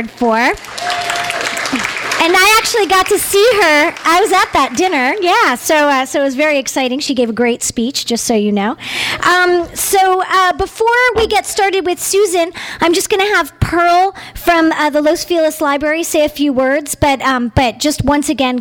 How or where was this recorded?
live audience